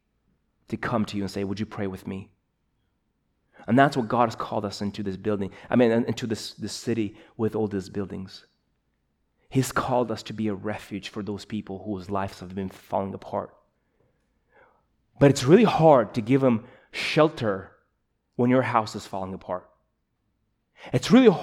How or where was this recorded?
large echoing room